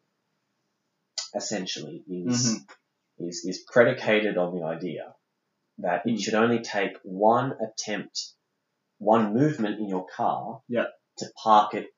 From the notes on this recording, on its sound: We stuffed up the recording. The recording of this episode didn't quite go to plan (aka we had technical difficulties). It's still listenable (hopefully) but we apologize for the poor audio quality.